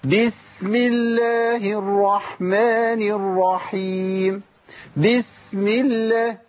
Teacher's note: اول خطا بيقابلني هو عند سكون السين الرخاوه بتزيد او بيتحرك الحرف